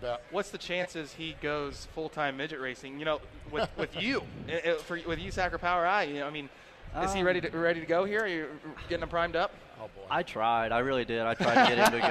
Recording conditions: busy venue